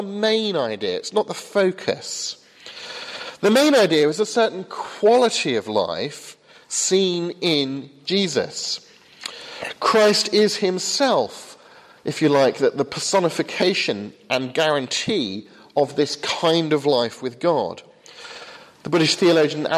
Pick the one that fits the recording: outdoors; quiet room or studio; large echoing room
large echoing room